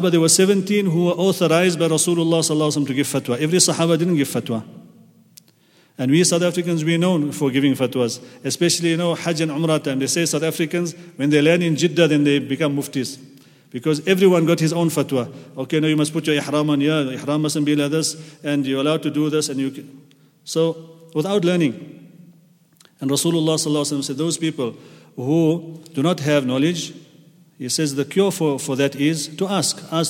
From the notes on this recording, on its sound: at the Houghton Masjid (West Street)